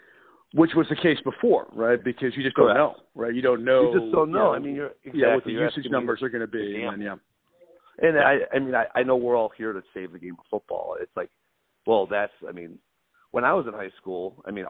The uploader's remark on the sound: The conversation was done over the phone so the audio quality is good but not great.